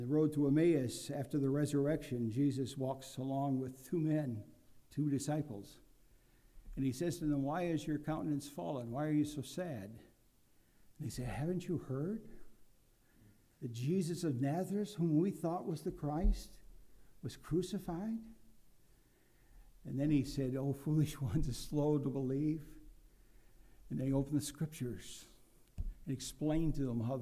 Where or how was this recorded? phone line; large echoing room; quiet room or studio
large echoing room